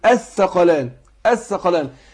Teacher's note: شديد لك يحط لك على القاف ثلاث حروف قول الثقلان الثقلان اللام راحت فين ادغمت في الايه في الحرف اللي بعدها في القاف · Term: الإدغام